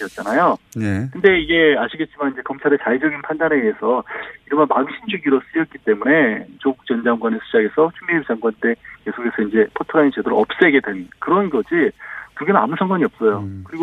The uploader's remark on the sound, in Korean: 전화연결